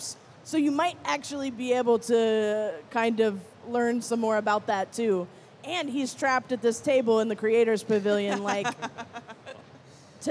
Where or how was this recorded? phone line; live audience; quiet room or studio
live audience